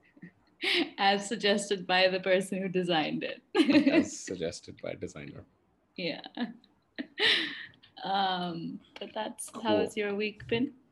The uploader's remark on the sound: A zoom-side chat